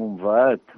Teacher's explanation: sa pronunciació de sa palatal intervocàlica, en aquest cas, en grau zero, és a dir, desapareix